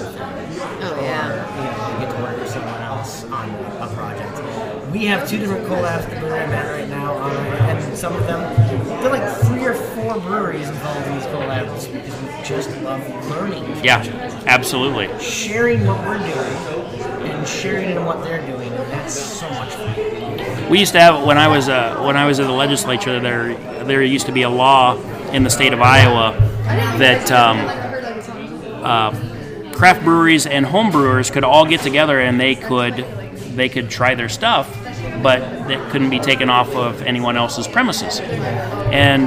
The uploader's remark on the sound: Travel on the road to Revelton Distillery in Osceola Iowa to record live in front of guests and friends. It's an open mic.